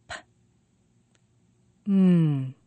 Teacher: When we make the M sound, we press the lips together, but we permit the air to pass. It passes through the nose. The air continues to pass, so M is called a continuant. · When we make P, we press the lips together and we make the air stop for a moment. The air doesn't pass because the air is stopped by the lips.